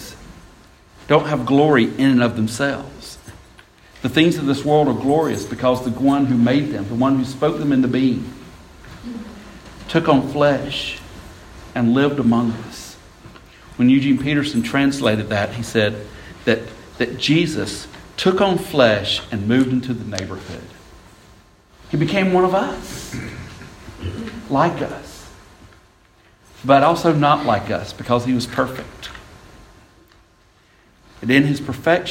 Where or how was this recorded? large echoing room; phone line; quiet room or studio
large echoing room